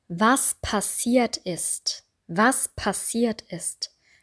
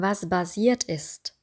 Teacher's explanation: Das S ist stimmlos und das P natürlich auch. · Shown in: first take